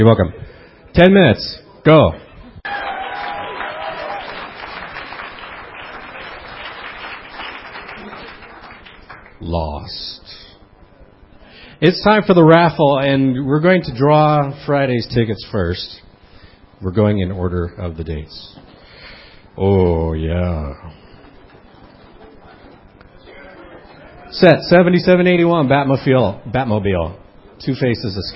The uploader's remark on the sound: A complete recording of the awards show from BrickFest 2006. A complete recording of the awards show from BrickFest 2006... Well, almost complete...